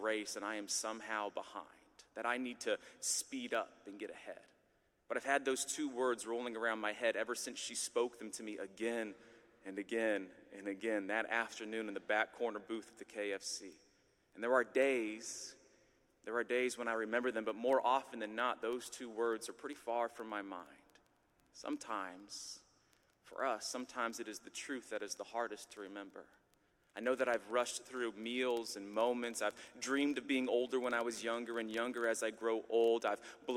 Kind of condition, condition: setting, live audience